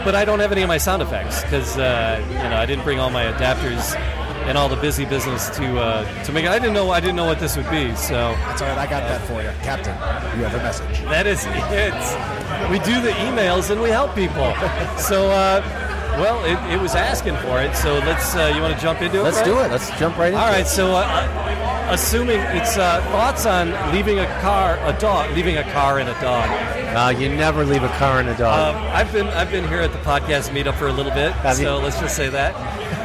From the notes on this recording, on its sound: Live from the Podcast Detroit Meetup at a bar.